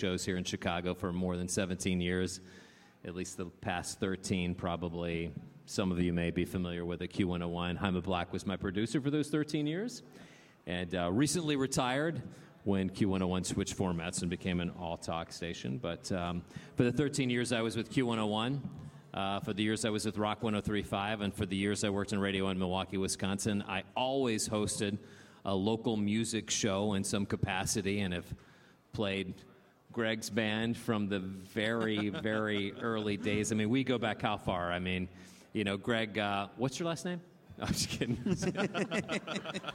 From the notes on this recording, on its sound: In a live podcast panel recorded last month at Rockit Bar & Grill